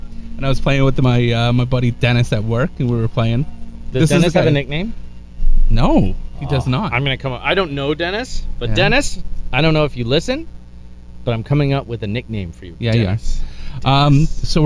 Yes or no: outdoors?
yes